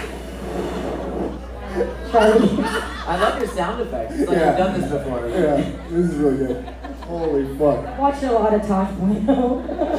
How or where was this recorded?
live audience